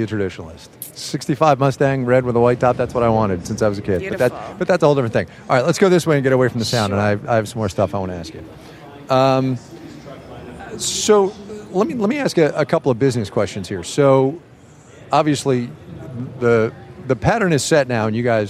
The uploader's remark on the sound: She talked with us from the show floor.